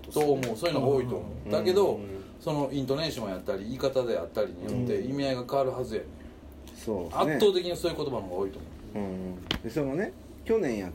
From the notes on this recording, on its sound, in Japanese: 神戸、SPACE DOG!RECORD(お店)より。